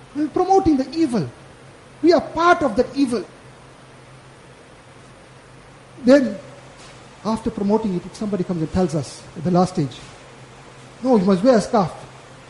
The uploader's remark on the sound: Jumuah lecture